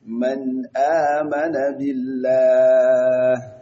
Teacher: yayi ikhfa'i da idgami da ikhfa'i da iqlabi a wannan gurin kuskure ne abin da yake daidai shine zaka yi izhari